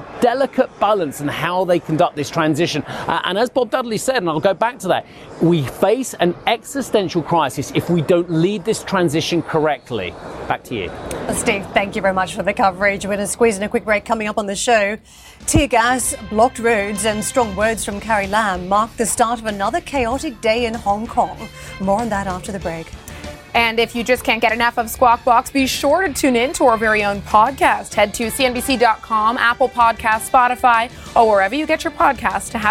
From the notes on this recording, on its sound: We are also live at the ADIPEC summit in Abu Dhabi